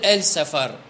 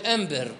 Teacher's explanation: مثلا بعض الأقوام العرب ما تلفظ الألف واللام، تلفظ ميم. · Shown in: second take · مثلا ما تقول ال سفر، تقول ام سفر، ام سفر تقول، ما تقول البر، تقول امبر.